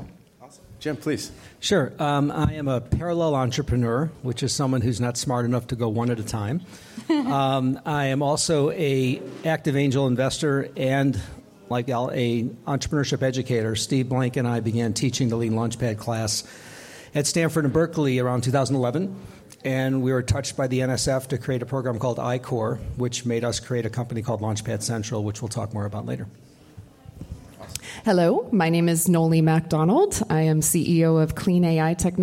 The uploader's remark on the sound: LG NOVA Innovation Festival- AI Startup Tools. Hosting this panel at the LG NOVA Innovation Festival.